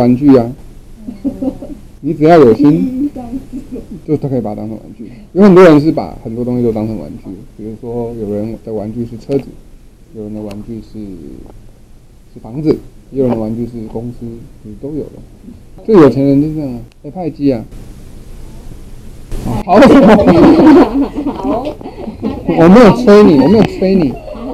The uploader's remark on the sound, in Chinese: 收音有點不佳